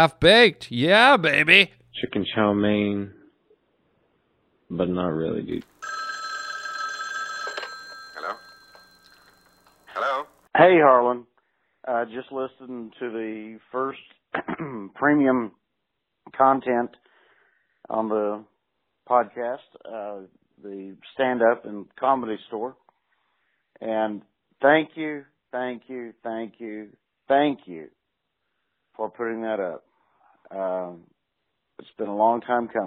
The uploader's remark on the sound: today we take listener phone calls